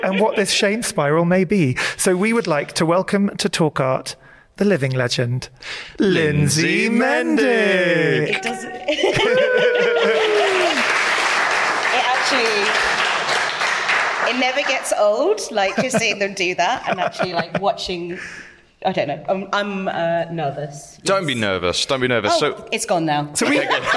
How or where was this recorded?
live audience